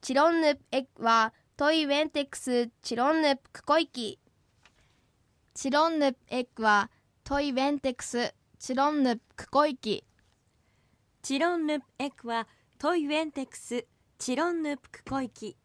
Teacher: 特にチロンヌの最初のチの母音ははっきり発音されることに注意してください